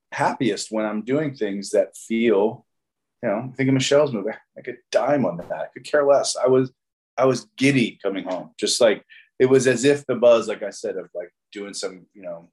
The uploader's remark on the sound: Shot via Zoom